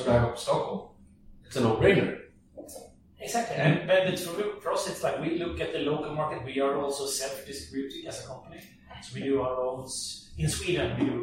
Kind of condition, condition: fault, poor sound quality